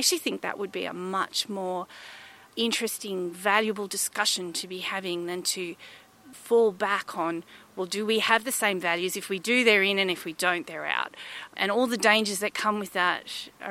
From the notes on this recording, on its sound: for a walk around the grounds of the Australian National University